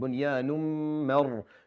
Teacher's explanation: then you have a ghunna between the last noon, tanween, and the meem